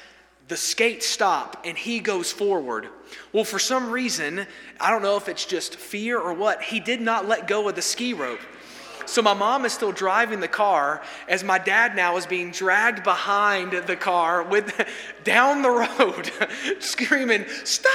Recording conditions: large echoing room